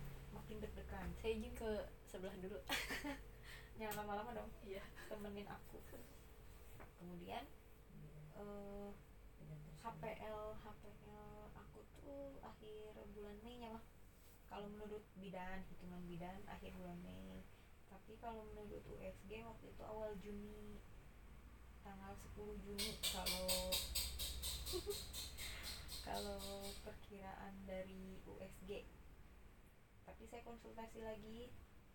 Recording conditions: uneven or low level